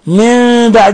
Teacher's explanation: قلبنا النون الساكنة عند الباء ميما مخفى